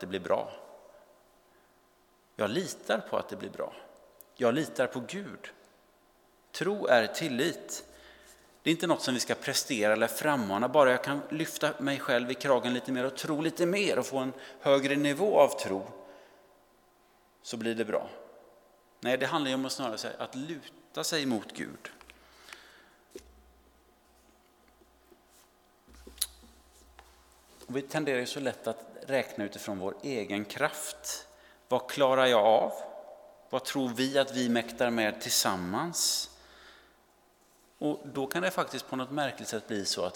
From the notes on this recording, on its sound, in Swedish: Inspelning från Immanuelskyrkan Skövde.